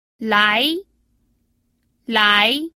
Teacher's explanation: Este es el segundo tono o el tono ascendente